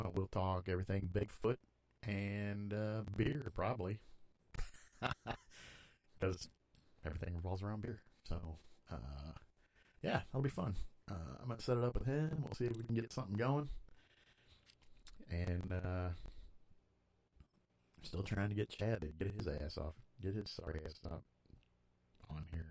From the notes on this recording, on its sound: Sorry about the bad audio, still working on it.